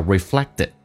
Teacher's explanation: 美式发音当中那个 reflect,那个 T 发成 D 这个发音